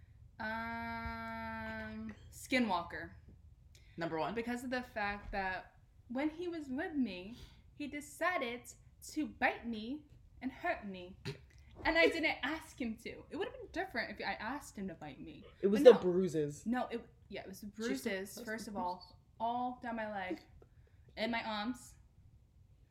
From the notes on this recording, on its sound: We are still figuring out our audio situation so bear with us.